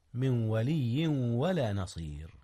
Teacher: أدغم نون من في واو ولي · Term: إدغام